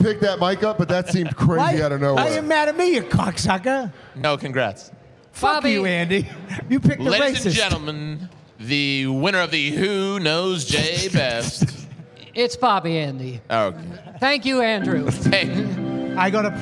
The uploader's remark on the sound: The Bonfire at Skankfest Vegas. Skankfest returns to Las Vegas along with the Bonfire- live before a frenzied audience!